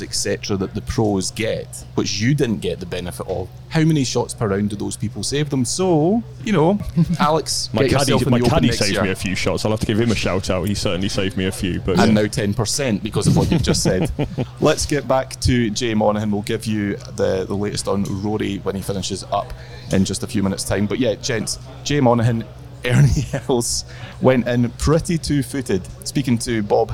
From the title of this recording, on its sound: LIVE from Royal Liverpool